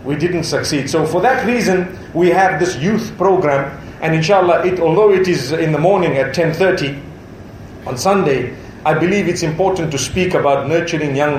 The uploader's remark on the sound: A speech delivered at a welcoming banquet in Colombo, Sri Lanka before the commencement of the Building Bridges series.